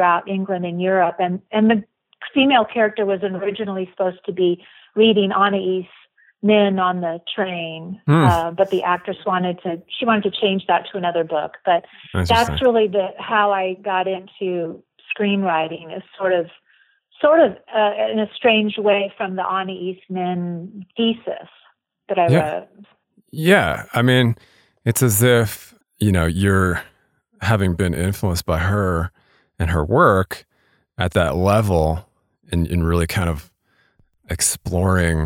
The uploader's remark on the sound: via telephone for this interview